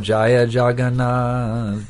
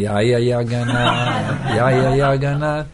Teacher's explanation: They don't say the J sound in the Spanish language. They say J is a Y. · Shown in: second take